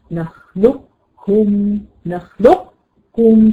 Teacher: تقوليها كأنك بتقولي قاف وتخرجيها كاف · Term: الإدغام